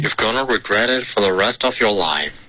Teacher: You're gonna 发成了 you've 有一个 f 的音出现了